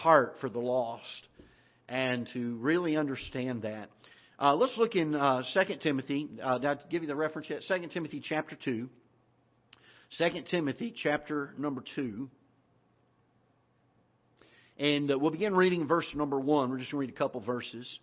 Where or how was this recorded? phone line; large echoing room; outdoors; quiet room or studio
large echoing room